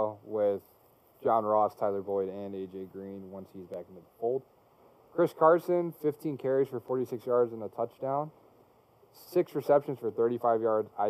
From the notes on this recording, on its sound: Please excuse the sound quality